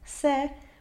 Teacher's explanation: In this case, the first E would be closed, but the apostrophe indicates that it's eliminated. Therefore, the pronunciation is se with a very open epsilon e